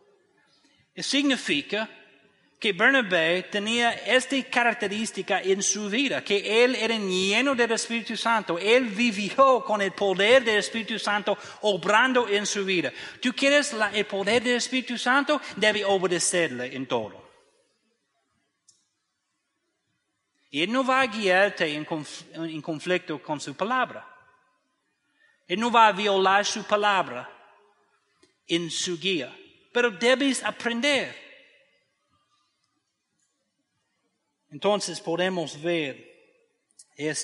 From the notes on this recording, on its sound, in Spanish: desde el auditorio de la Iglesia Bautista Evangélica de Macoris (IBEM) San Pedro de Macoris, República Dominicana.